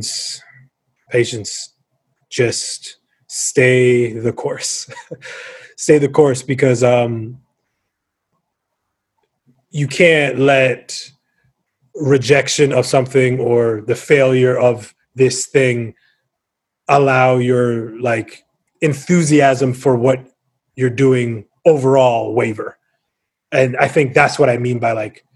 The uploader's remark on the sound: first of our socially distanced, zoom facilitated sessions